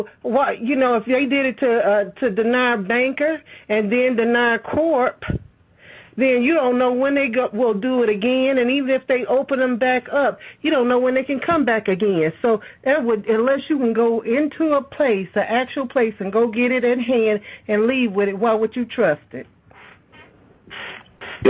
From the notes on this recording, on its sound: Here is a conference call.